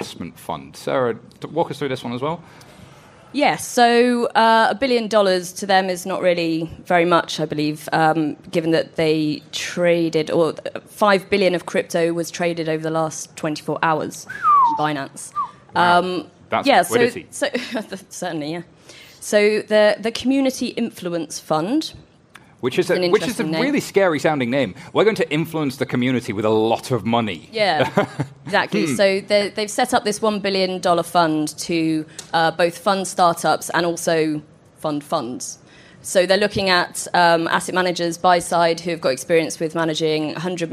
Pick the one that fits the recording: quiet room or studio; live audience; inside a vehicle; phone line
live audience